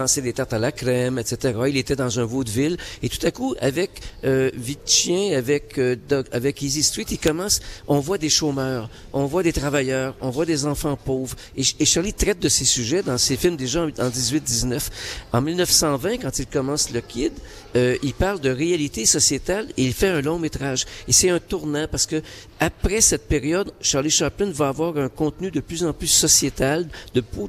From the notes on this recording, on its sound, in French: Emission spéciale en direct du Chaplin's world